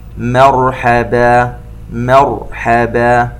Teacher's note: لا مرحبا بهم، تنوين وبعده حرف الباء إقلاب ويتبعه حكم الإخفاء الشفوي، وننتبه إلى أن الميم مرققة والراء مفخمة